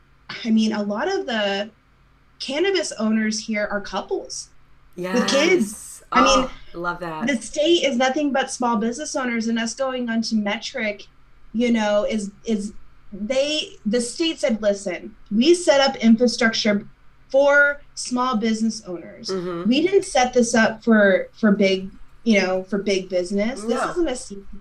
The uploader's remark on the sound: Episode recorded in New Braunfels, Texas & Edmonton, Oklahoma via Zoom.